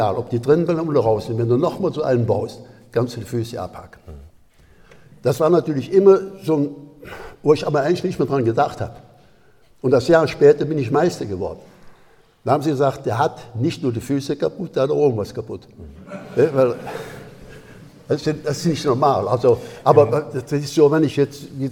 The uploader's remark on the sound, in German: In Swisttal. Vor Livepublikum zu interviewen.